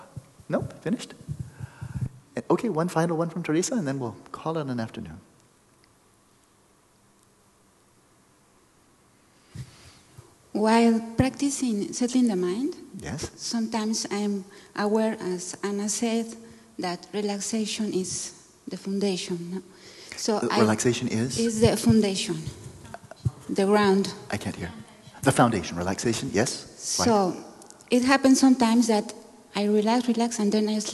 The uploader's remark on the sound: We passed the microphone around so there are a lot people giving their experience and asking their own questions this time.